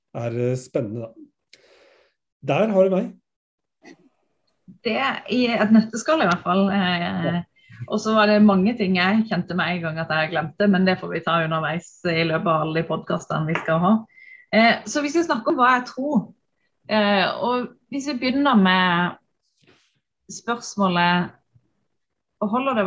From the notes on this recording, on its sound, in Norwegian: Denne første episoden satt vi på zoom, derfor er ikke lyden optimal.